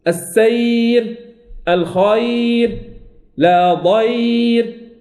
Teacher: ما قبل الياء مفتوح، لكن الراء ترقق، لأن المؤثر هو الياء وليس ما قبل الياء